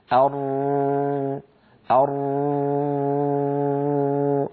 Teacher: في وسط اللسان فجوة لا تلامس غار الحنك، منها يتسرب جزء من الصوت